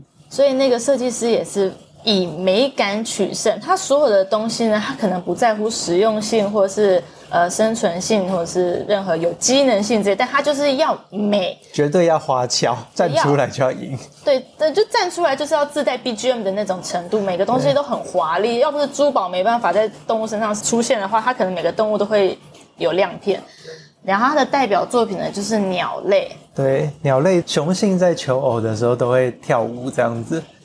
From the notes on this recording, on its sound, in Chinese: 錄音當天大暴雨，收音品質略差敬請見諒。